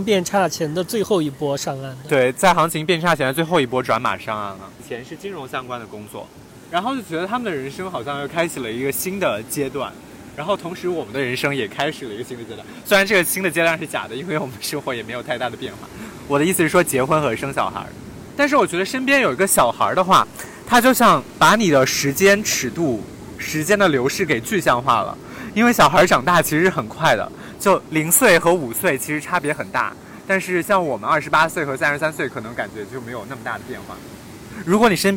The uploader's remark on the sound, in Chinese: 这期节目是在夏威夷的海边录制的，所以声音有一些嘈杂，先跟大家说声抱歉啦。